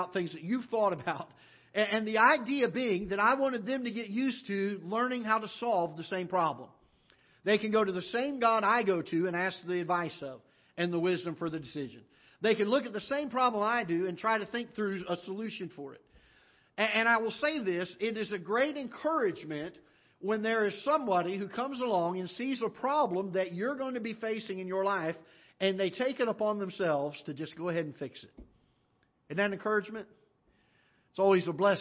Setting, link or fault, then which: setting, large echoing room